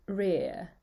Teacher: If you think about an English person saying rear, they would say rear, and see how that second R isn't even there anymore